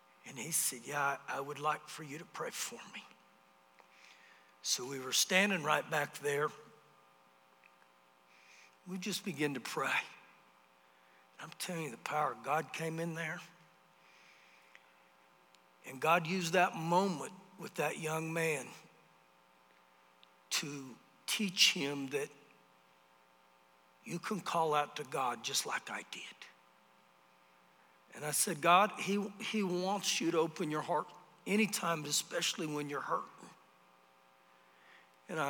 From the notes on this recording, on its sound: Recorded live during our Wednesday night service.